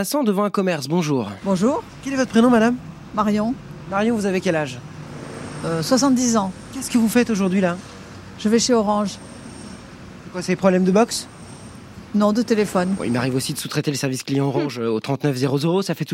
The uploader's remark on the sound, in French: On discute dans la rue pour ZoomZoomZen.